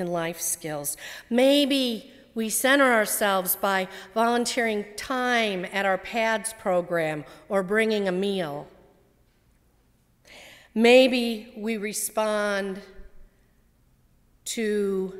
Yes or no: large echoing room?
yes